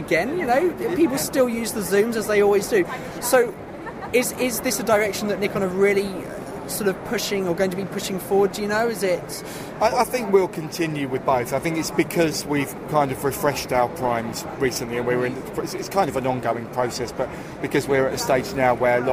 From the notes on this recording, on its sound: Conversations recorded live at The Photography Show 2017. I recorded a number of informal conversions with manufacturers and service providers whilst there.